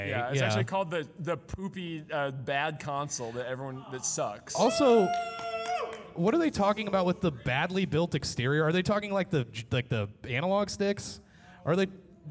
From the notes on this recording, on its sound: This is the audio from our live podcast/panel at Anime Nebraskon 2019.